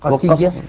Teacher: في الشطر الأول يقول: مع القصر شدد ياء قاسية شفا، حمزة والكسائي المرموز لهم بالشين من شفا يقرؤون قسية، قسية على وزن مطية بتشديد الياء قسية والقصر. القصر المقصود به دائما هنا عدم المد بالكلية اللي هو حذف الألف